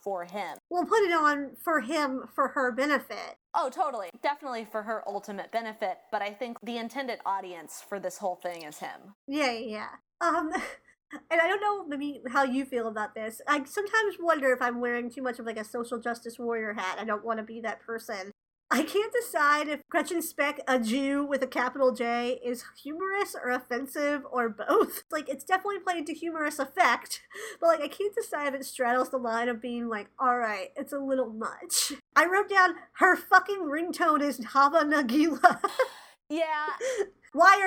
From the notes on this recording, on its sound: This ep was a Herculean crash course in editing problematic audio. Did our best to clean things up. Two bi-coastal best friends.